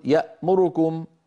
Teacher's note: اختلس ضمة الراء بمعنى أتى بها سريعة مقصورة الزمن أكثر مما جاورها · Term: الاختلاس